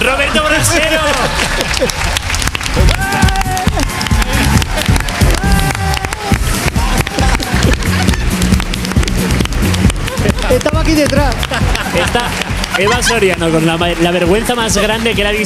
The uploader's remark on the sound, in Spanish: Entre el público en el especial de 'Cuerpos especiales'. Entre el público del Teatro Alcázar de Madrid.